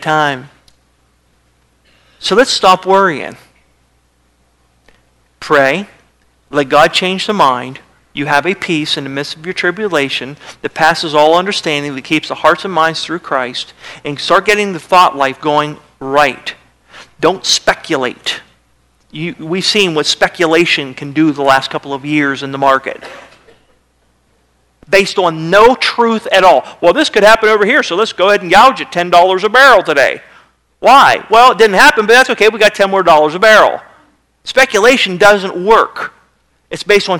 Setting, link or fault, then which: setting, large echoing room